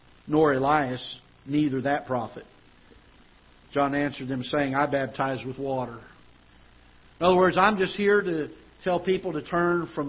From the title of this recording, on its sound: Ketha Heights Baptist Church ~ Live Broadcast